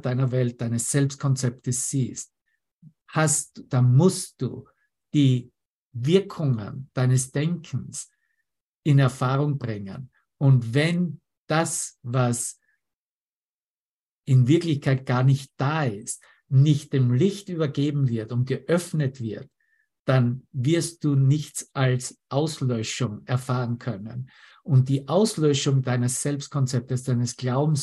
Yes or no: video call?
yes